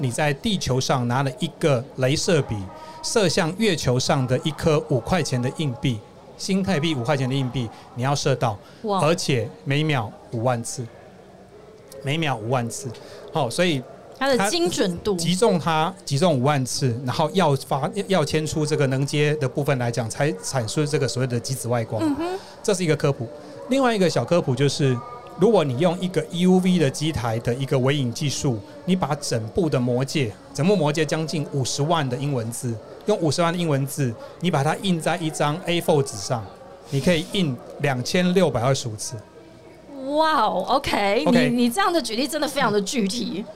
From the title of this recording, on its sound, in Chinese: VISION 2022 臺大校園徵才博覽會-Live Podcast